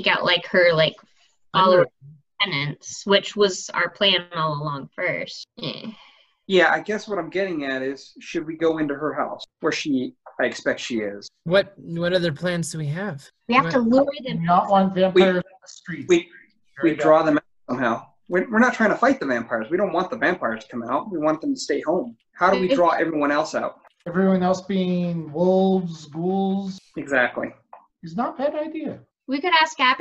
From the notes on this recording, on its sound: from the relative safety of our own homes via Zoom